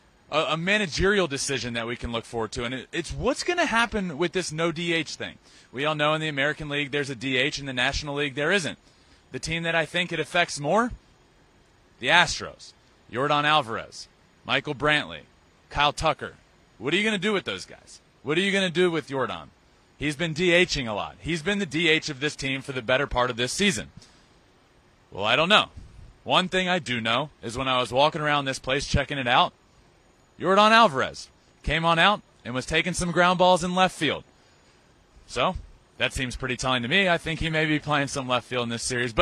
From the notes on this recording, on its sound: LIVE from Truist Stadium in Atlanta